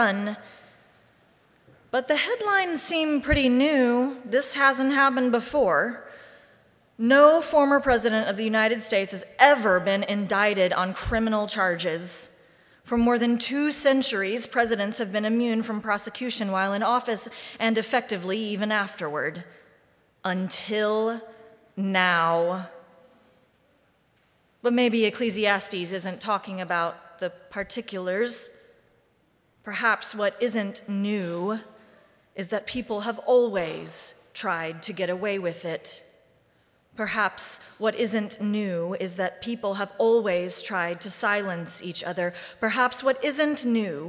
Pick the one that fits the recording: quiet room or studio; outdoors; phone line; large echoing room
large echoing room